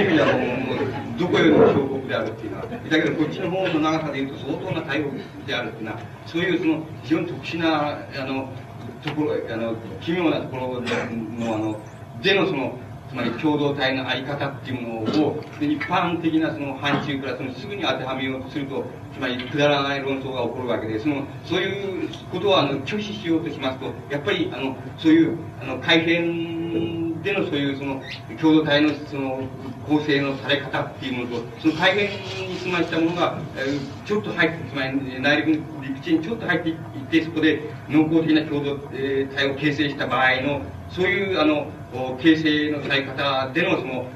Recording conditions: background noise